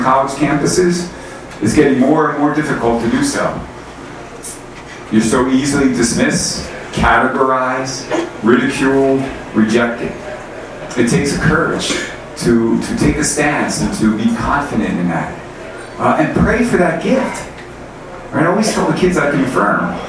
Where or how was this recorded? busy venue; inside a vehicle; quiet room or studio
busy venue